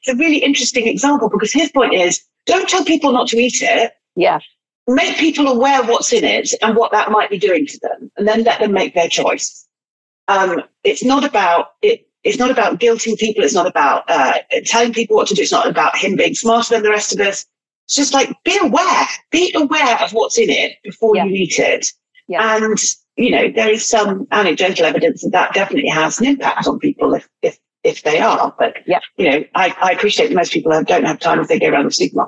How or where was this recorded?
video call